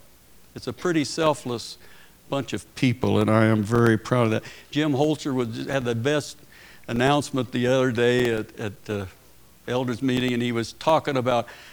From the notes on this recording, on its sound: Preached at Paradise Valley Christin Church.